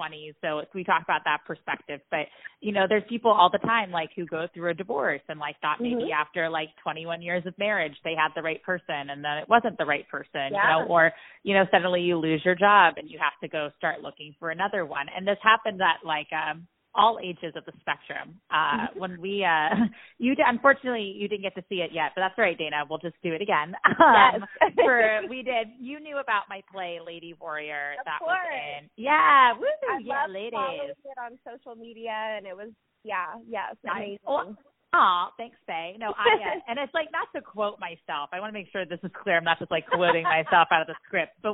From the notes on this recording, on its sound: Joining us via phone from Cincinnati, Ohio.